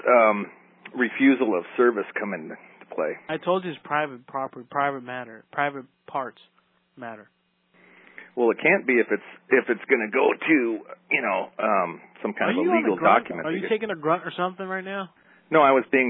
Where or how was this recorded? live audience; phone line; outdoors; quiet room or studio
phone line